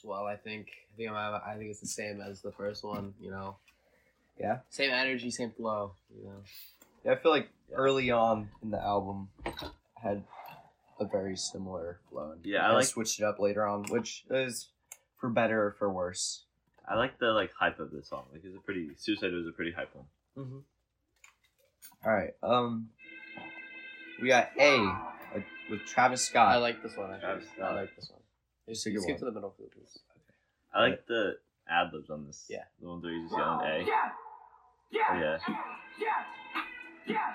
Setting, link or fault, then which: fault, poor sound quality